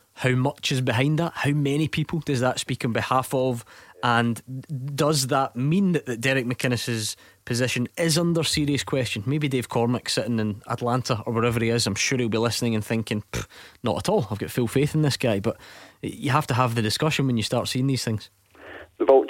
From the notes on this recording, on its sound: take your calls